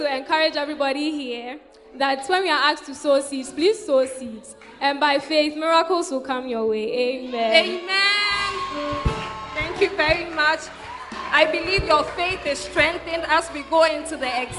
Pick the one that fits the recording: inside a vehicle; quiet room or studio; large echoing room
large echoing room